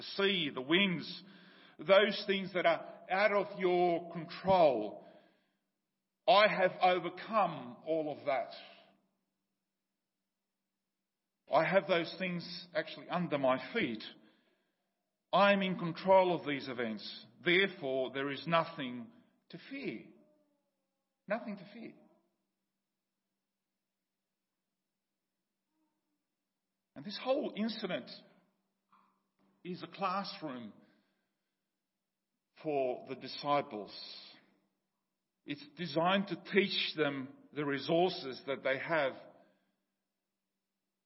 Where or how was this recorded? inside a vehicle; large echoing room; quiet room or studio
large echoing room